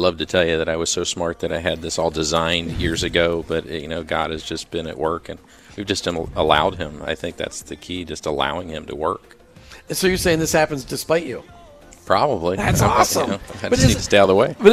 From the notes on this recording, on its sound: LIVE remote at their sprawling HQ in Sarasota (Fl)